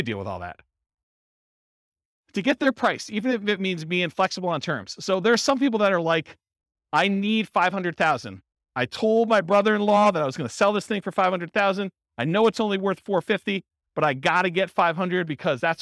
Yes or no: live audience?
yes